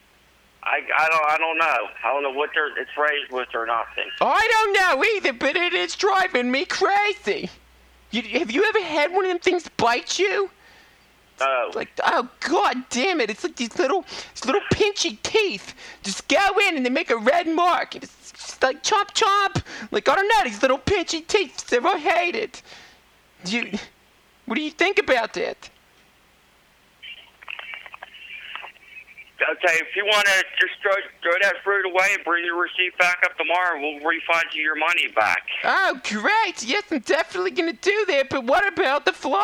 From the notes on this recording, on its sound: Prank Phone Calls